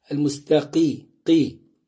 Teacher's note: القاف مفخمة هنا، ولكن أقل درجات التفخيم